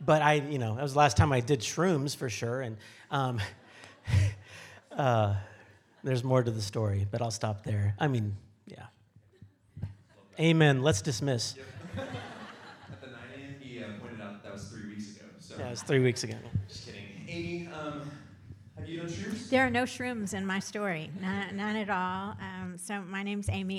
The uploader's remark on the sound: Q&A Panel Discussion